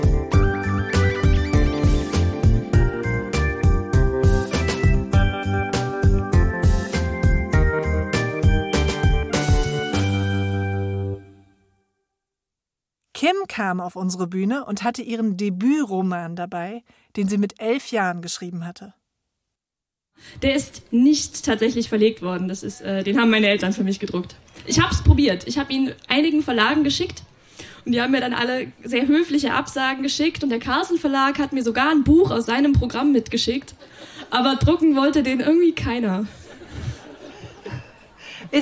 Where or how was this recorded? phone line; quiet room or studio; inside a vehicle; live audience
live audience